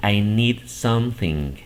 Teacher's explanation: Ya no le llegan aquí hasta la G. Que simplemente se quedan en la N.